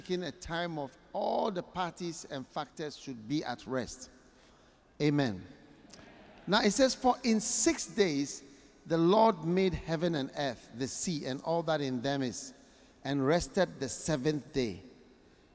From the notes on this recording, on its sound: Preached at The Qodesh Tsalach Night Service, North Kaneshie. Accra.